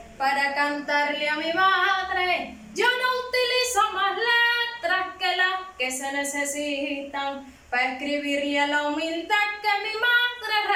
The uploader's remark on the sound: we recorded and took the picture with an Alcatel 1.